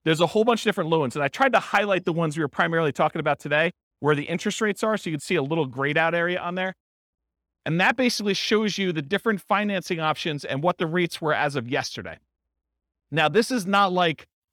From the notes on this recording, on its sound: This was a live class recorded